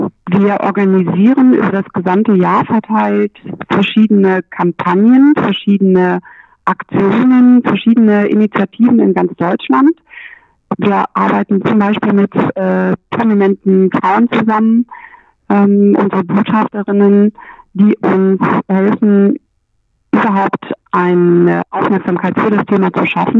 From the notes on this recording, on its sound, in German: Telefoninterview